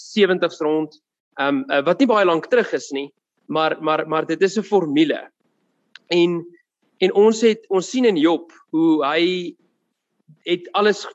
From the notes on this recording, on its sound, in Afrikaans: Woord Sonder Grense Mannebediening se saalbyeenkomste by Choose Life Church *(CLC)* vind plaas op Dinsdae oggende vanaf 6:00 tot 7:00 by *CLC* se saal. Zoom* byeenkomste word gefasiliteer tesame, en op dieselfde tyd, as die saalbyeenkoms.